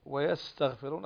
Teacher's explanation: السين ليست من حروف القلقلة بل هي هنا يعني مستفلة وكذلك مهموسة